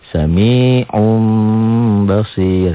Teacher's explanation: N-nya jadi M. Nun matinya jadi mim mati. Dalam bunyi ya. Bukan dalam tulisan. Ini juga dalam bunyi idgom. · Term: iklab